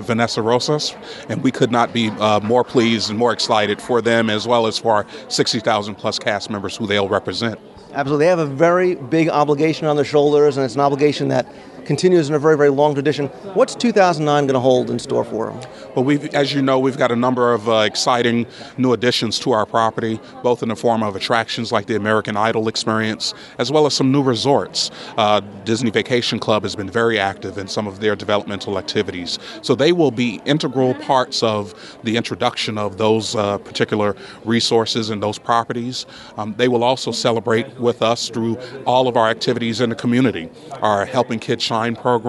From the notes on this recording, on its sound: I just returned from Walt Disney World, where I was covering a number of special events for the show. I was able to attend and bring you audio from the opening of the new Cast Member Wellness Center.